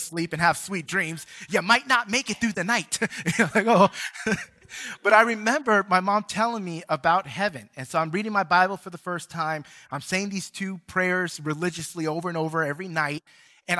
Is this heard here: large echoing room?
yes